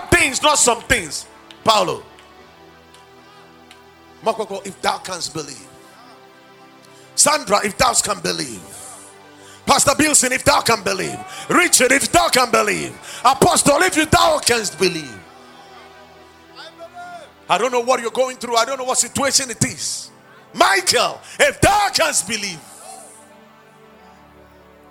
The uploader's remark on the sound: Preached at the Watered Garden Church in Takoradi